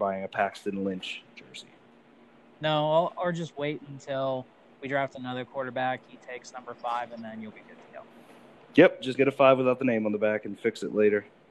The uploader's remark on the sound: Apologies for audio issues on this episode guys! Anchor was not our friend yesterday.